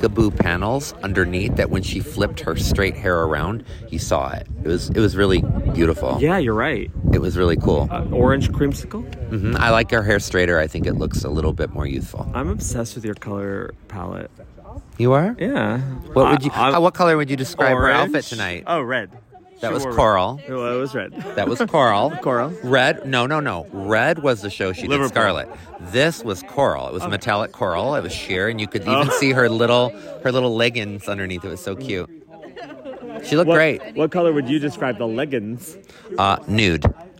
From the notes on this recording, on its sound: AMSTERDAM 1 POSTSHOW. Bringing you lovely tour people from far and wide outside the Royal Carre.